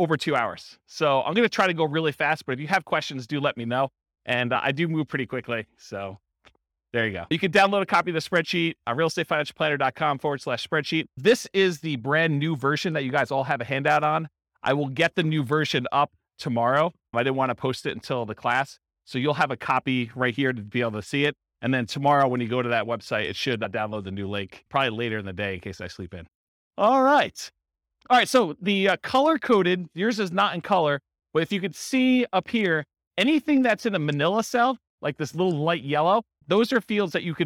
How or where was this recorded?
live audience